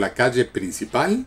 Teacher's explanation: He pronounces his double L's and Y's with more of a sh sound. · Term: Argentine accent